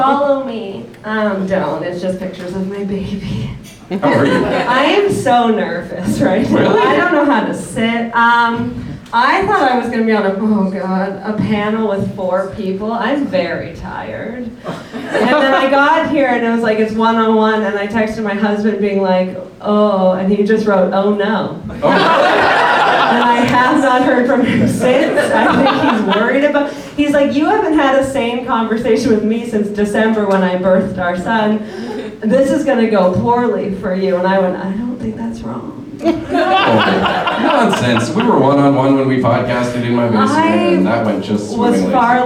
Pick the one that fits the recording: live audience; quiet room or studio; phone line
live audience